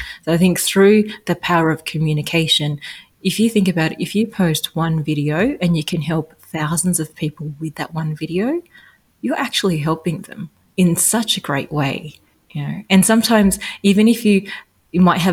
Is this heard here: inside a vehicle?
no